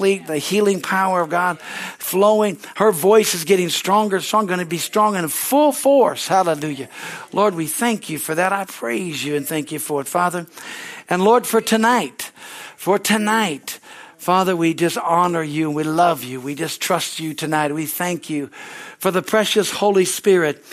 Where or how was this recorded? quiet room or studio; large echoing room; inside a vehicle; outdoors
large echoing room